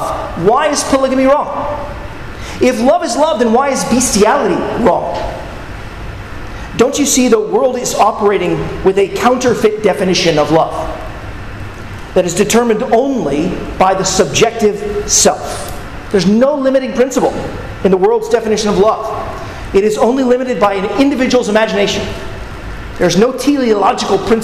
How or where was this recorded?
large echoing room